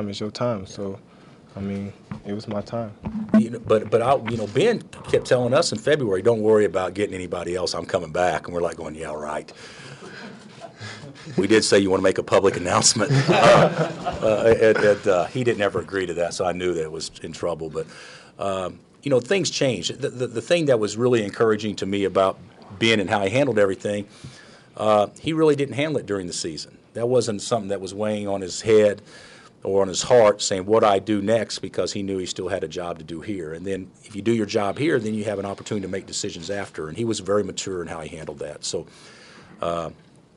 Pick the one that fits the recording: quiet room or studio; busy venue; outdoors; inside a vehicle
busy venue